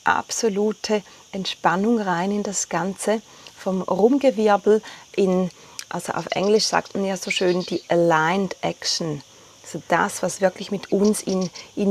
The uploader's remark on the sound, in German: Die Folge ist live von Ibiza aufgenommen, mit Grillen und anderen Hintergrundgeräuschen.